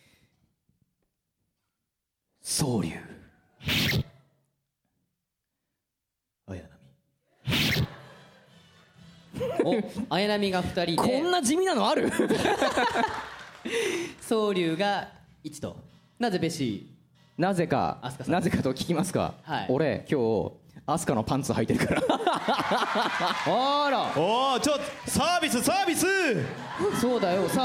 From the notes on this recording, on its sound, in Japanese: 下北沢タウンホールで行われた。100回記念の公開録音の模様をお届けします！